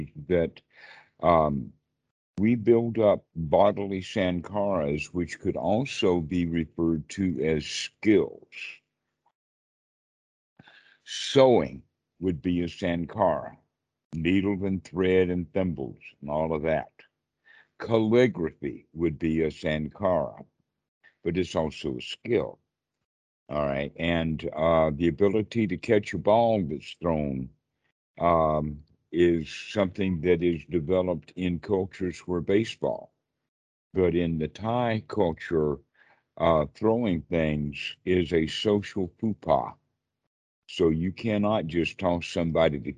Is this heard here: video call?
yes